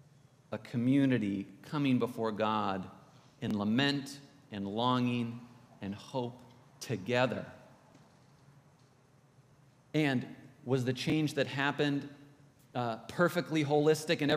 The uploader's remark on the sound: This is from the podcast, Anchored in Christ, coming to you from Old South Presbyterian Church in Newburyport, MA.